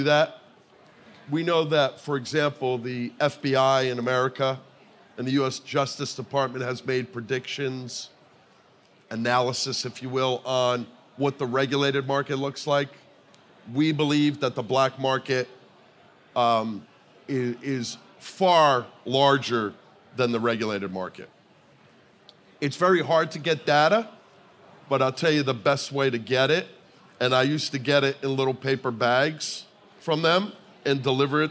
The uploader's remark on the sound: The two joined forces at SBC Summit Barcelona for a live version of The Safe Bet Show.